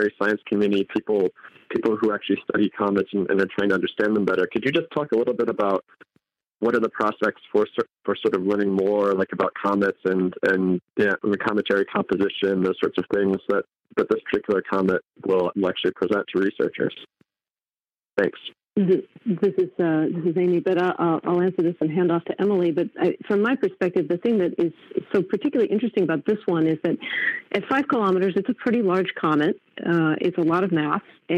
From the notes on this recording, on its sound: The second part of the podcast is a media teleconference where the media get to ask the experts their questions